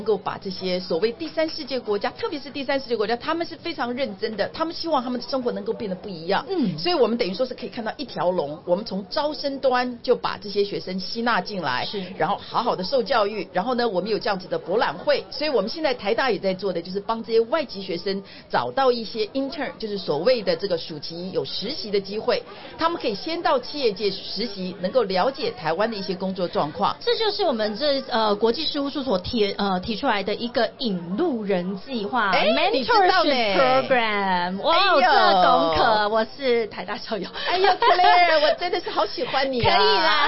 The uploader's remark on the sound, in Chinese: VISION 2022 臺大校園徵才博覽會-Live Podcast